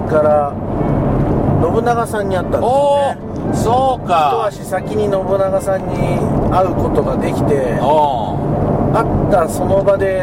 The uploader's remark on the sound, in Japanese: ドライビング対談収録をいたしました